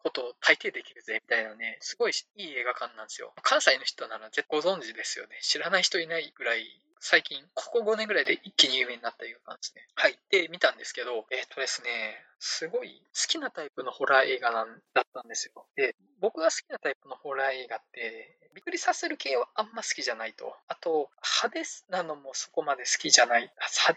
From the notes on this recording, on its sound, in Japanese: 音質が悪すぎたため、可能な限りで音質改善しました。(でも全然音悪いです。)。